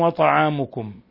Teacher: ميم ساكنة جاء بعدها الواو أشد حالات الإظهار الشفوي